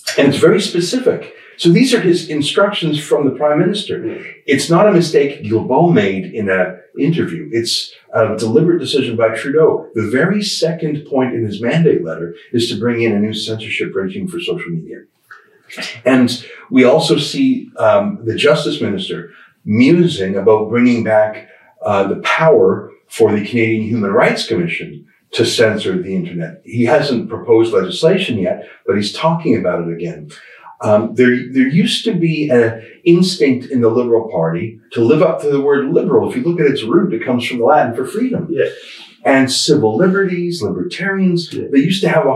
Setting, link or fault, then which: fault, poor sound quality